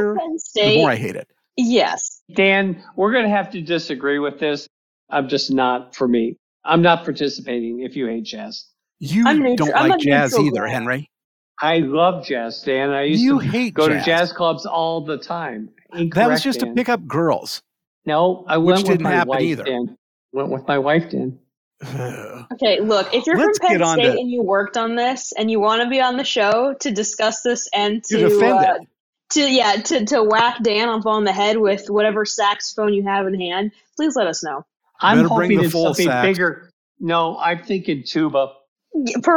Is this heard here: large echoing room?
no